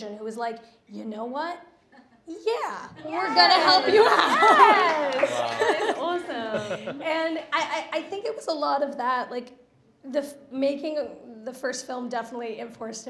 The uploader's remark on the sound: LIVE from Production Connect. Recorded LIVE at Production Connect’s indie film night.